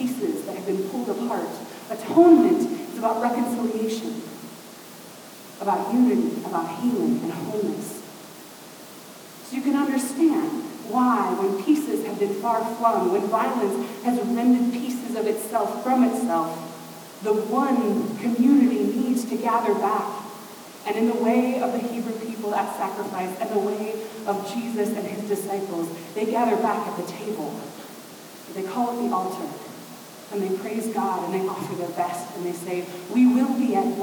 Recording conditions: poor sound quality